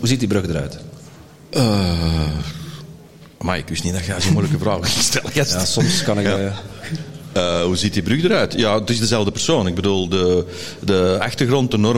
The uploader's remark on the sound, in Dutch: LIVE op TIMTOM Podcast FESTIVAL